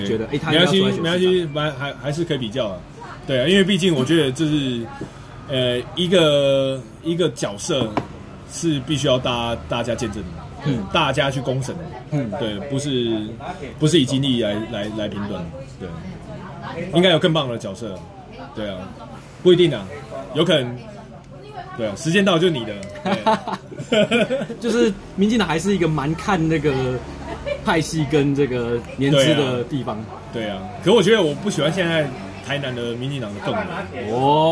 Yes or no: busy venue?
yes